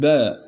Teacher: الباء تخرج بانطباق الشفتين